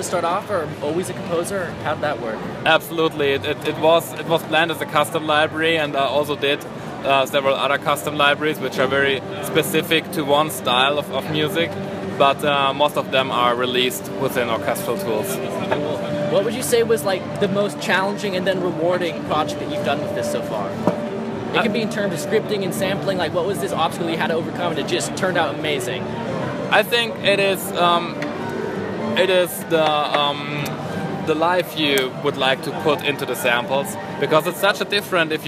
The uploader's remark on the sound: Live from NAMM 2016